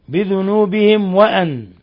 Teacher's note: ميم ساكنة جاء بعدها الواو، إظهار شفوي، بل هو من أشد حالات الإظهار الشفوي